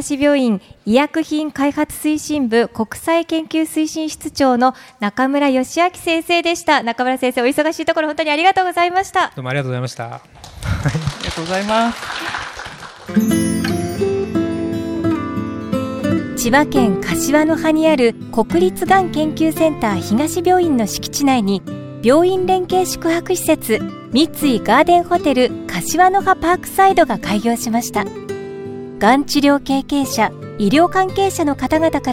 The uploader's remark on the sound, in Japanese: 千葉県柏市にある三井ガーデンホテル柏の葉パークサイドにて行われた公開収録の模様をお届けします。